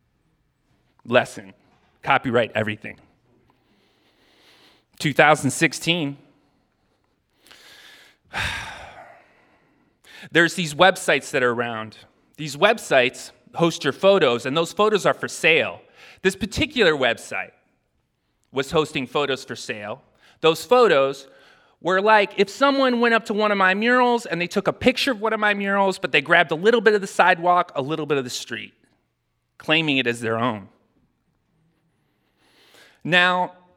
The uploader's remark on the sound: LIVE LAW San Francisco: Initial Public Offering took place on Friday night, February 23rd at The Polish Club in San Francisco's Mission District. We recorded the night so we could share it with you.